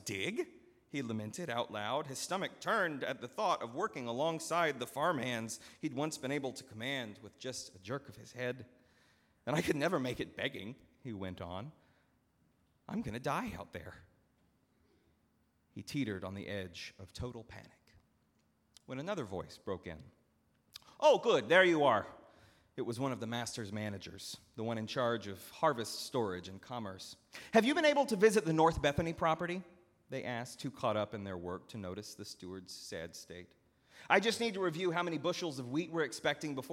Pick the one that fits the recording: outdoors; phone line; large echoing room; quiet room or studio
large echoing room